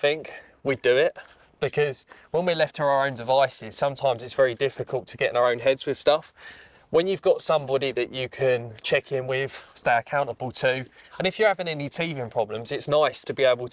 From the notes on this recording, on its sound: Recorded at Mote Park, Maidstone, Kent